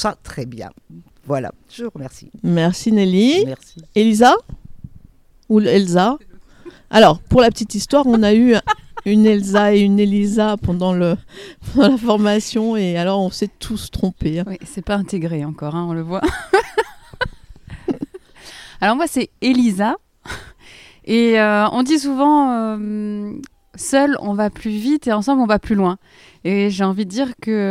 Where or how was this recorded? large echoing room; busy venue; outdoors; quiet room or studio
outdoors